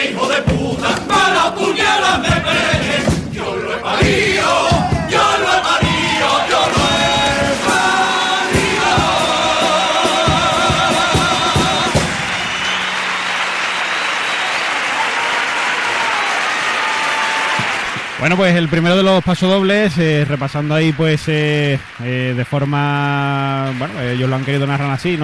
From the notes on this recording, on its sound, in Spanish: En directo desde el Gran Teatro Falla de Cádiz. Concurso Oficial de Agrupaciones Carnavalescas del Carnaval de Cádiz 2024 en Onda Cero.